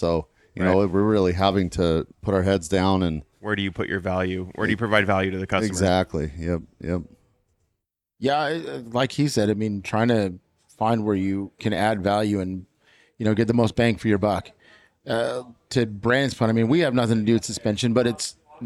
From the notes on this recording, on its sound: I'm on location at UTV Takeover in Coos Bay, Oregon